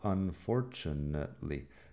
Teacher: Fíjate que la T suena como ch aquí